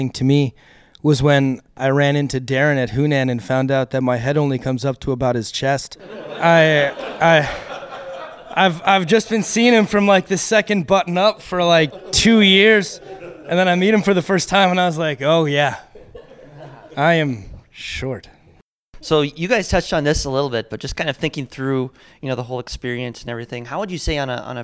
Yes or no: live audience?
yes